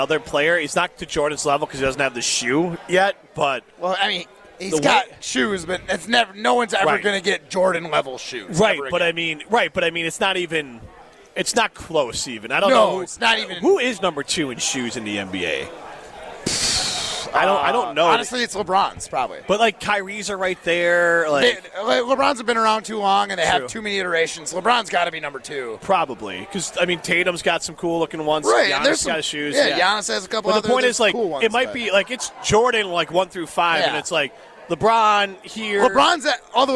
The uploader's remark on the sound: live from the inaugural ESPN Madison Open!